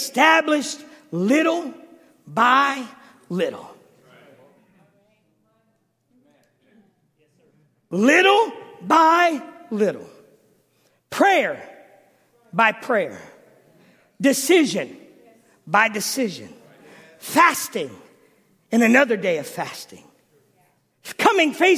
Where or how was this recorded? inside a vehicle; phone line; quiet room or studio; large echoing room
large echoing room